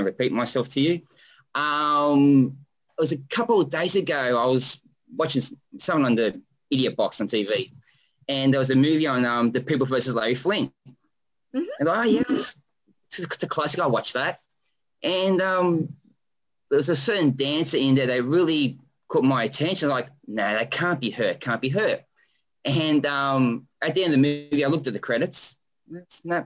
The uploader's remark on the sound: We held our Zoom Session. Two international guests were a part of the show.